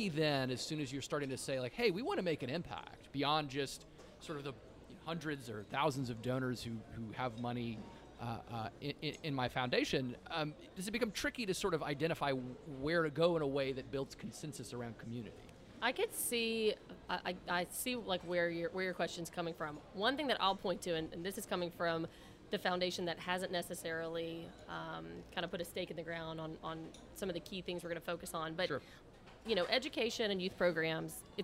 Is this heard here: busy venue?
yes